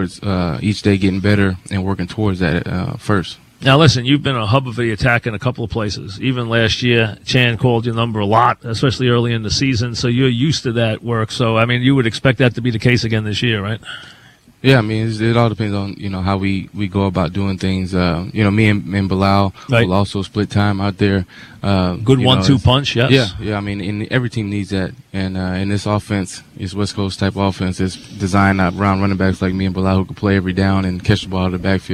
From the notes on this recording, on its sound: live at Jet camp